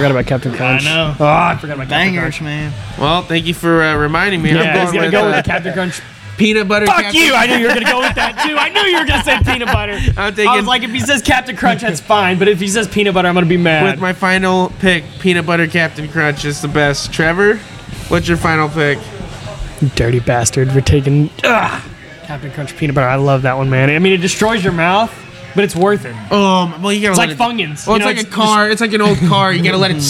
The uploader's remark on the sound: LIVE FROM THE AXL BARBER SHOP!